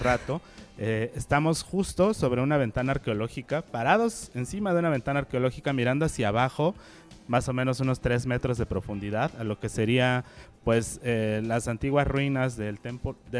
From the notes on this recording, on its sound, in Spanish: Transmitimos completamente en vivo desde el Museo UNAM Hoy. Ubicado en la esquina de Seminario y Moneda, justo frente al Palacio Nacional.